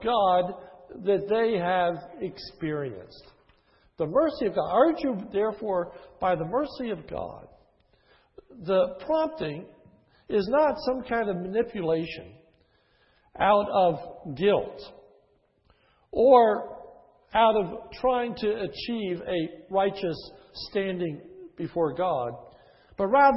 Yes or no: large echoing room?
yes